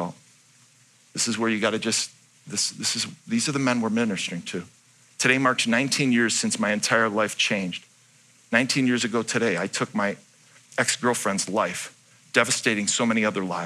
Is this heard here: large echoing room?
yes